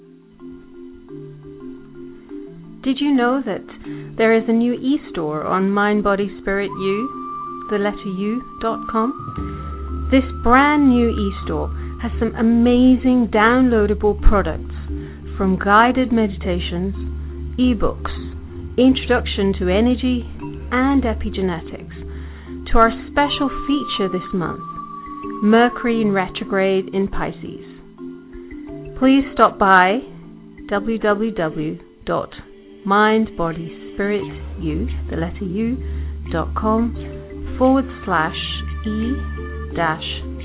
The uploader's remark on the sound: Takes your calls for healing live today!